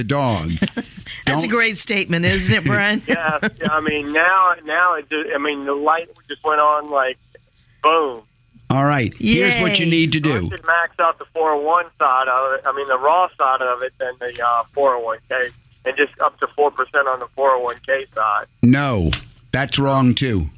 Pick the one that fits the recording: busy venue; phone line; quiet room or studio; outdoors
phone line